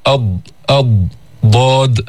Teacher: من صفاتها الجهر والاستعلاء وفيها إطباق، وهي حرف رخو، وهو حرف فيه صفة الاستطالة · Term: حرف الضاد